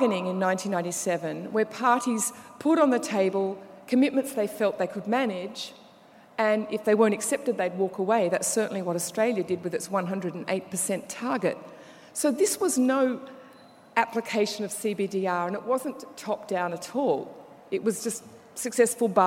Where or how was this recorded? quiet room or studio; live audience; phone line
live audience